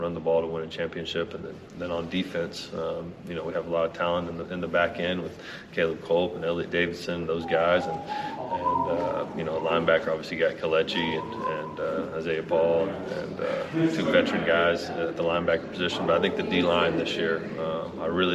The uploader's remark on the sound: 2022 Southland Media Day. The Bluebloods are live at the Southland Conference Media Day!